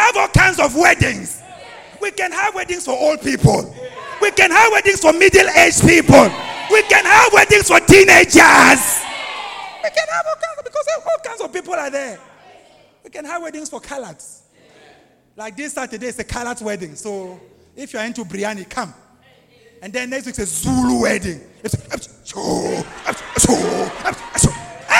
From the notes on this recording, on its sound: preached live at ABC Robega